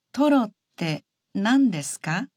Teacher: If you add ka to the sentence and say it with a rising intonation, you can turn it into a question.